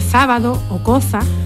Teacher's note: no diga que habla con la Z, sino que habla con un sonido interdental